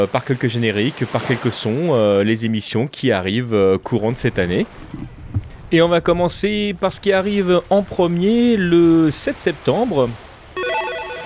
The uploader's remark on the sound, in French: Mon programme de la rentrée 2015 enregistré à Saint-Malo, les pieds dans l'eau...